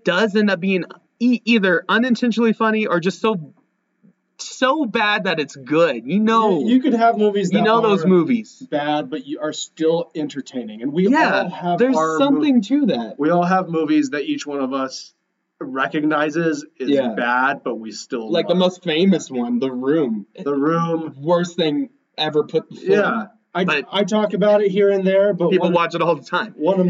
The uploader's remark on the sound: messed up with our microphones this week, so we apologize about the poor audio quality this episode